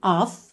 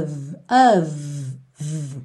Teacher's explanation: Com somzinho de V, tá vendo? Nem tem o O tão desenhadinho e nem tem o som do F. · Shown in: second take